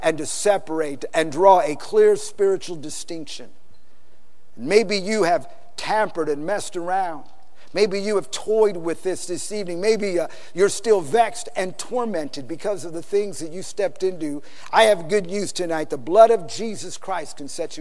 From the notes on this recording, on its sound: PREACHED IN SAN ANTONIO TX 2011